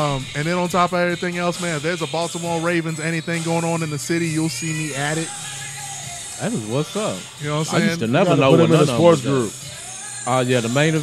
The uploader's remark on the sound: sit down and chat with us while we recorded live